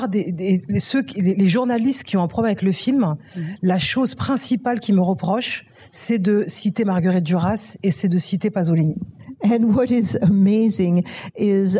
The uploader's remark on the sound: in a Q&A at the DGA theater in New York